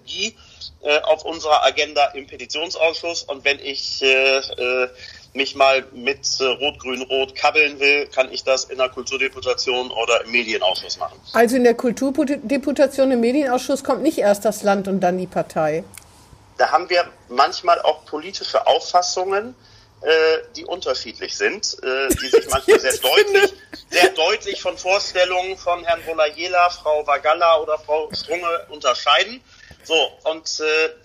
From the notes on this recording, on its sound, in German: "Hinten links im Kaiser Friedrich" findet coronabedingt dieses Mal wieder per Online-Schalte statt. Pandemiebedingt am Telefon.